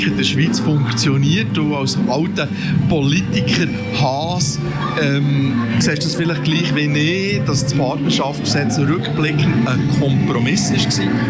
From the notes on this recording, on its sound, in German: QueerUp Radio sendete anlässlich der BernPride/EuroGames am 29.07.2023 während mehrerer Stunden live vom Bundesplatz in Bern.